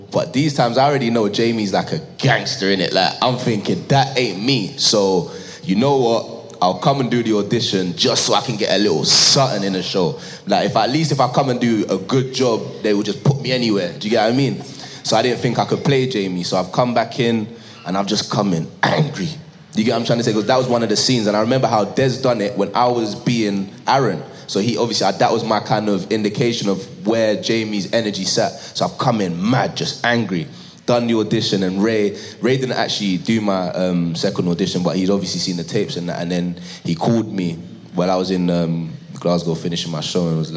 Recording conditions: live audience